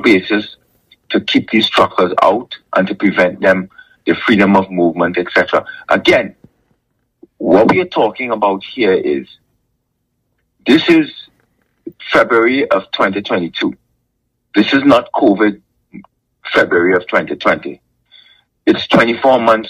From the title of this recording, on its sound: Truckers Call